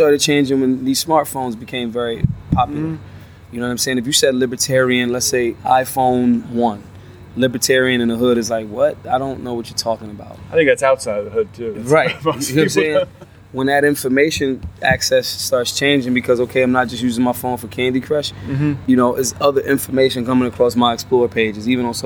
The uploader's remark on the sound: Live from the LNC